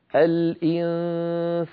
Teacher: لاحظوا بأن الغنة مرققة لأنه بعد سين